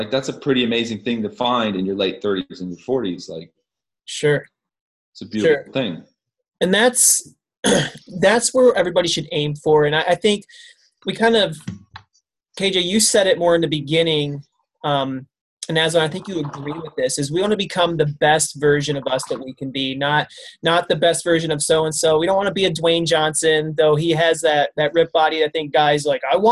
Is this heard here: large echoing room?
no